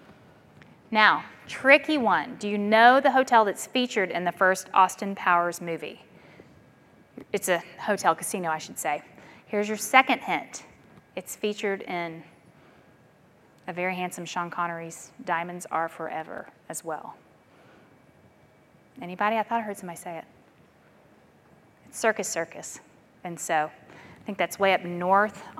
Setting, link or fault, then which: setting, large echoing room